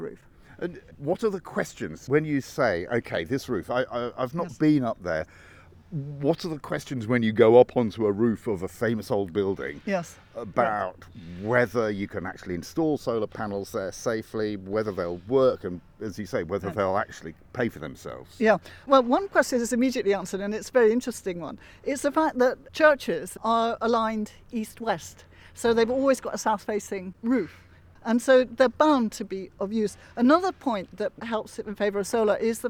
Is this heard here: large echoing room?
no